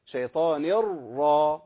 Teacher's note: امسك لسانك وهات رأيين بس، الرأي الاولى ساكنه اه الشيطان ير اه، والرأي الثانيه متحركه وبرضه مفخمه